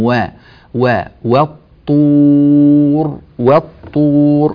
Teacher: في قول الله تبارك وتعالى في أول هذه السورة في الآية الأولى والطور، طبعا الطاء حرف مفخم جاء قبلها حرف الواو المرققة، كثير من الناس عندما يقرأ يفخم هذه الواو فيقول والطور وا وا، لا رققوا الواو